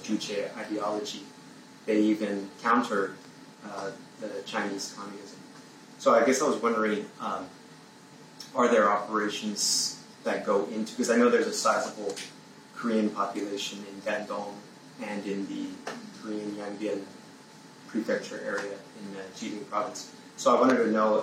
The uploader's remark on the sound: This event was streamed live at The Institute of World Politics, D.C.